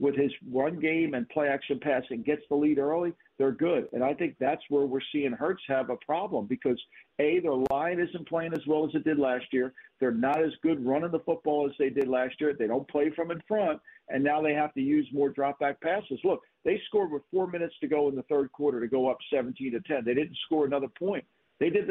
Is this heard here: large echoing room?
no